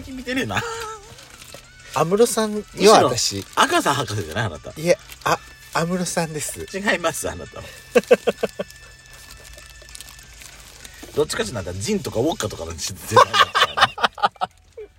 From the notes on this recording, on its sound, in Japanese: パーキング収録